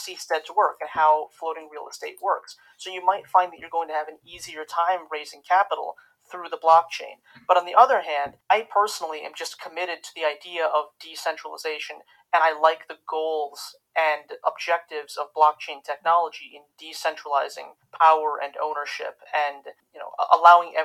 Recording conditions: poor sound quality